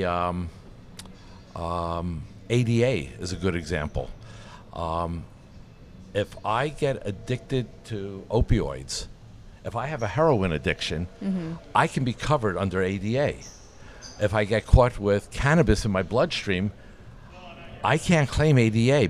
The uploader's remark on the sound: Live from ClaimsXChange